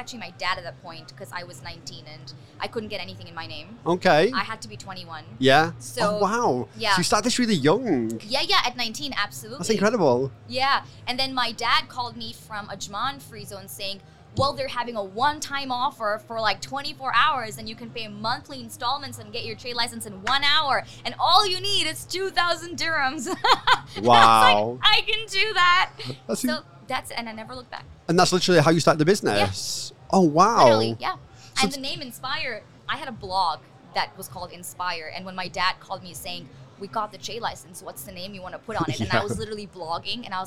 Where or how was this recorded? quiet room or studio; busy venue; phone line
busy venue